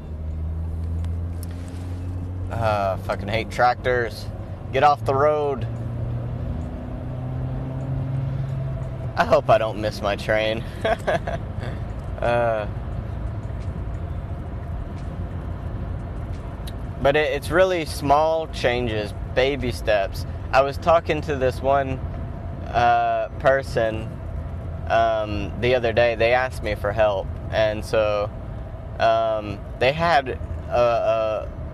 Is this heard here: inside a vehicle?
yes